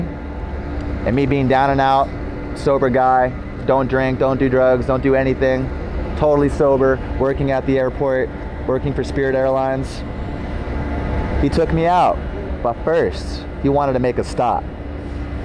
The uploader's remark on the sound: At Downtown Las Vegas Bonneville RTC transit center! A live Sermon to the Gentiles and lost sheep of Israel at Downtown Las Vegas Bonneville RTC transit center!